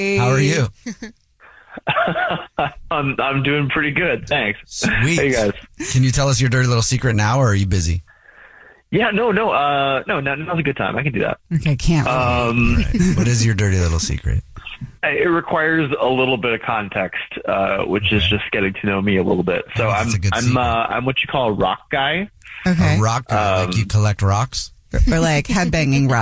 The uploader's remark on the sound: One of our listeners is on the phone